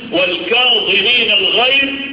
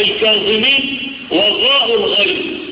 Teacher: وكلمة كظيم حرف الظاء الممتلئ الذي يملأ الفم كما امتلأت النفس بالغضب، حرف الظاء مليان كده، هو رسمه هكذا وهو يملأ الفم أيضا، وهو من حروف الاستعلاء والتفخيم